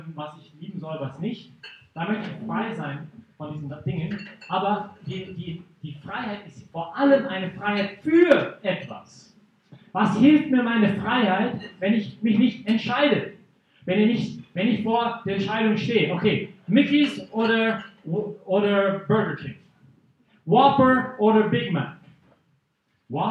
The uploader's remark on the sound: Teil des Vortrags in Brig-Glis (CH)